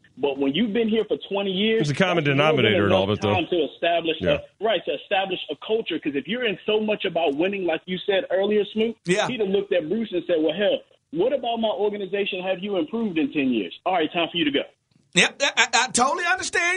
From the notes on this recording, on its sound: fans call in to give thoughts as well.